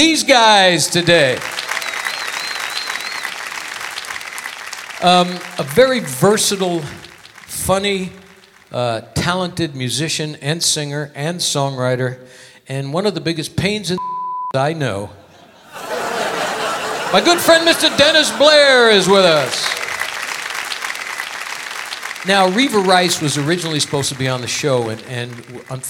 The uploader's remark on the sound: Live at the SouthPoint Casino